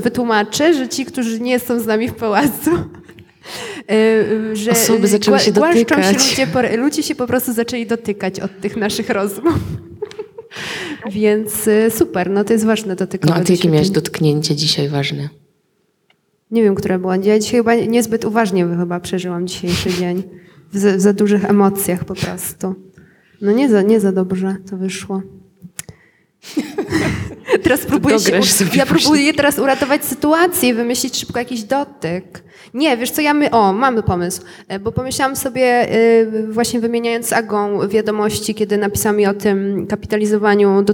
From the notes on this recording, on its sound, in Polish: Nagranie: Pałac Potockich w Krakowie podczas (po)wolnej soboty organizowanej przez spółkę Kraków5020. Nagranie: Pałac Potockich w Krakowie podczas (po)wolnej soboty organizowanej przez spółkę Kraków5020.